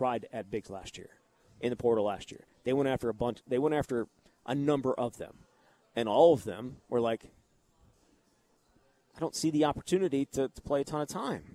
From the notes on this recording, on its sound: live at Monk's in Sun Prairie